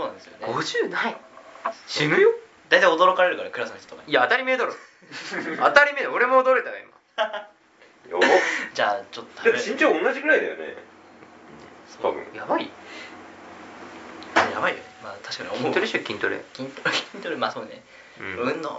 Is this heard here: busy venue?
no